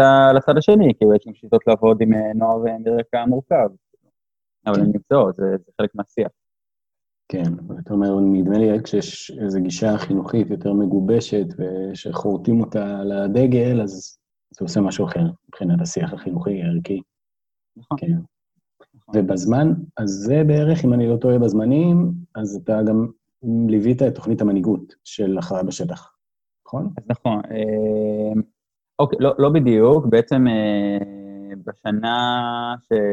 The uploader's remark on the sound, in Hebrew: איכות הסאונד יכולה הייתה להיות קצת יותר טובה